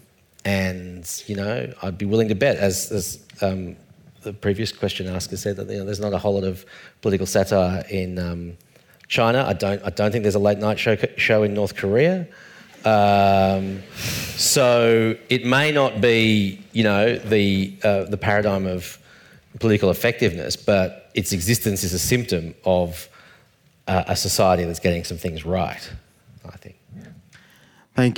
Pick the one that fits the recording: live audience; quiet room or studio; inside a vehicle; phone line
live audience